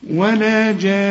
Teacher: والنون لازم أغنها عند الوقف وعند الوصل. اوعى تقول لي ولا جان، لا لازم تغني النون.